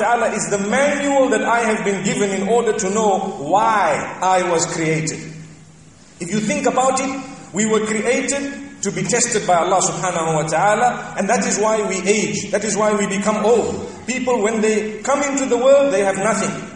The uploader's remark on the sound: Jumuah Lecture from ibn Zaid Masjid at Fanar, Qatar